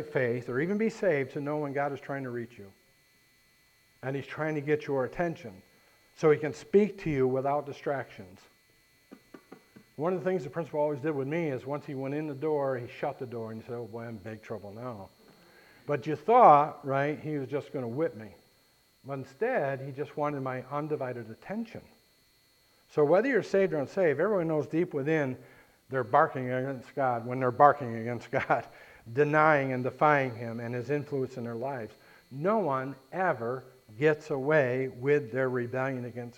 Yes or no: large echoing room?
yes